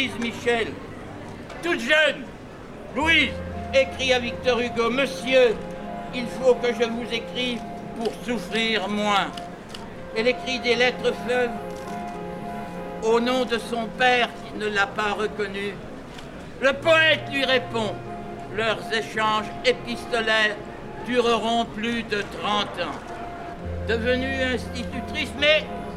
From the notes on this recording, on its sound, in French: Les amis de la Commune ont organisé une marche commémorative dans Paris. Captations sonore de cette déambulation urbaine.